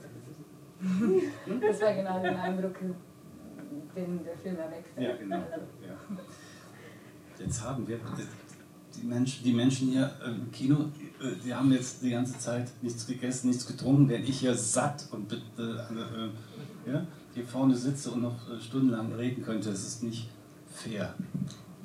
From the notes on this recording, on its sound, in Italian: Live Show. Questo episodio speciale è la registrazione dell'anteprima di Il Cielo Brucia al Cinema Galliera di Bologna.